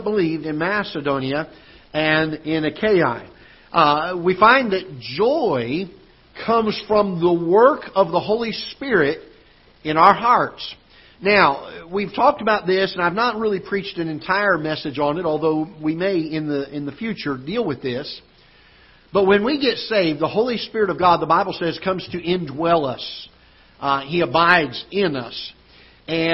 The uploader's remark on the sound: Ketha Heights Baptist Church ~ Live Broadcast